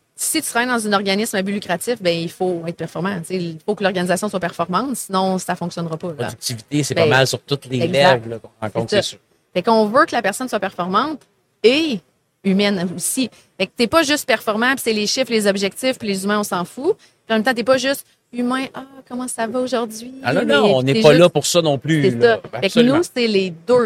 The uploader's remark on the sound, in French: En direct du Salon Industriel de Terrebonne